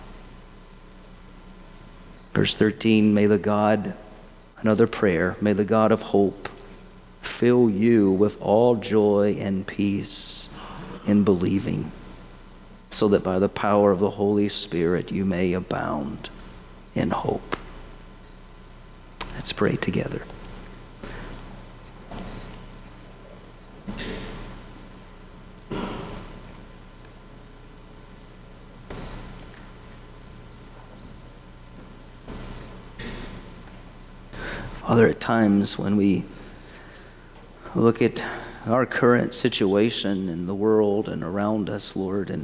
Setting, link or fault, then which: setting, large echoing room